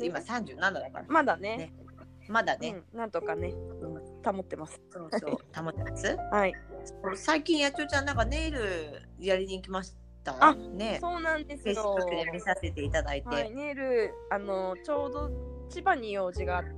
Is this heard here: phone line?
no